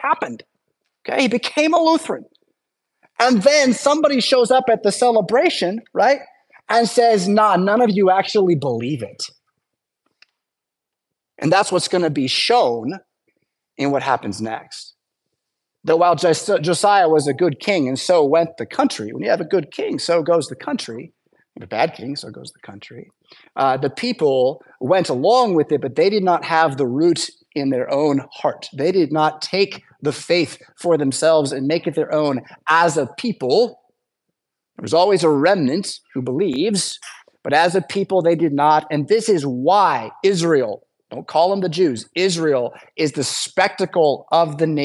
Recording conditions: large echoing room